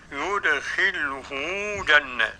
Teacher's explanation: الإمام ابن كثير، يصل الهاء بواو